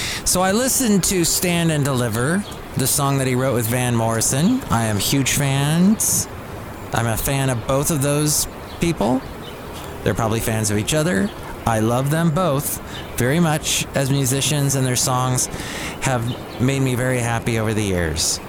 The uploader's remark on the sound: podcasts live from Cafe Anyway